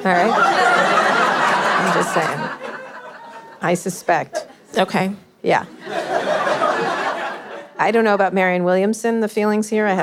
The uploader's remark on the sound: live interview recorded on July 29, 2019 at Manny's in San Francisco